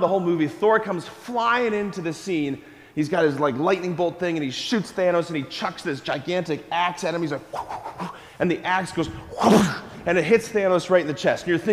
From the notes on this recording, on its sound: School Mass. Preached this homily on January 11, 2024 at Sacred Heart of Jesus Catholic Church in Wadsworth, OH.